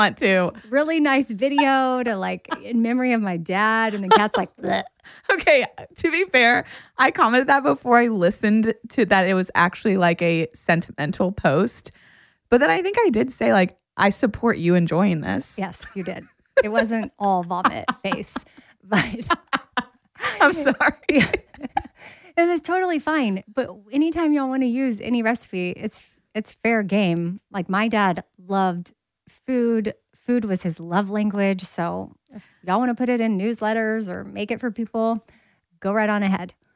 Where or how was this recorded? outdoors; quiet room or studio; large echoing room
quiet room or studio